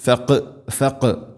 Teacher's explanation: ഖാഫിനെ ഖൽഖല ചെയ്യണം, ശരിക്കും കേൾക്കണം.